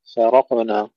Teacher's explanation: فرقنا ترقيق الفاء ثم تفخيم الراء وقلقلة القاف، فرقنا. وأغرقنا أيضا ننتبه أن لا نقلقل الغين وإنما نقلقل القاف، وأغرقنا.